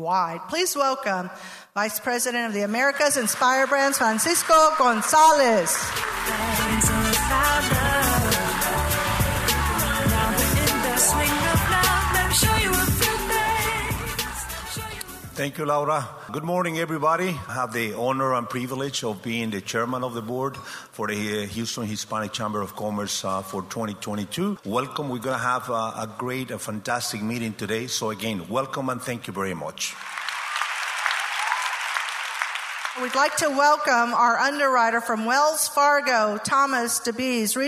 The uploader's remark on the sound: The segment features audio footage of our 2022 Women’s Leadership Conference & Business Expo that took place on Friday, March 11, 2022.